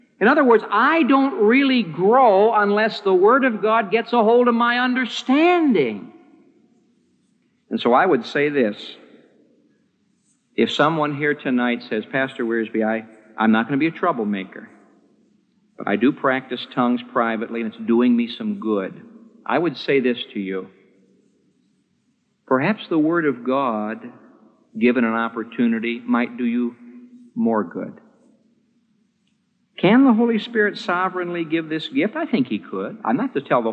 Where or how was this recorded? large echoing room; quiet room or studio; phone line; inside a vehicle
large echoing room